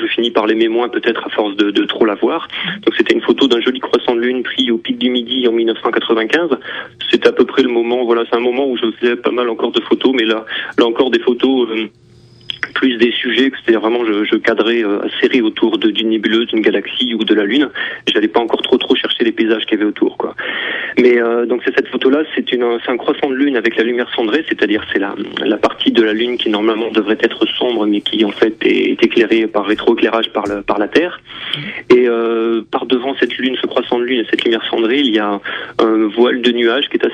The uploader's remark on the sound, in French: Photographe (par téléphone)